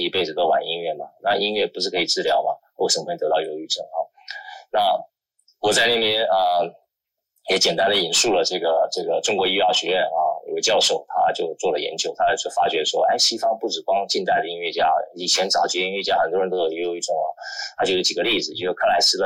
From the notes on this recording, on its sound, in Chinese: 於clubhouse上演說並現場錄音。現場錄音，原先只存檔用並無公開，音質上請多多包涵。